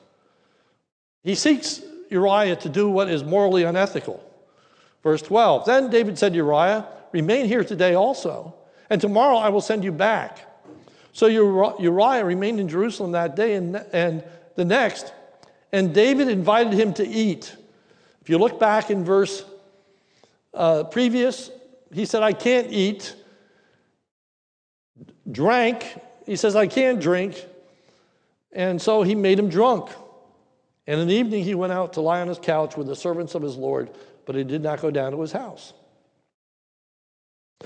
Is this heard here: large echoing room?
yes